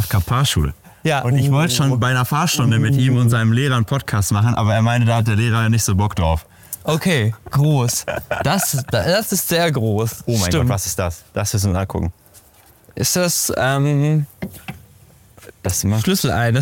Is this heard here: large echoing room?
no